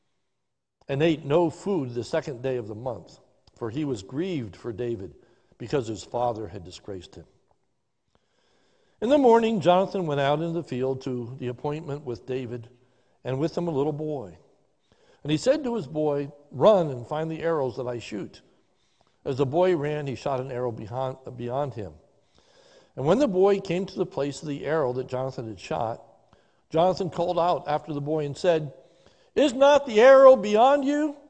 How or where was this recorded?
large echoing room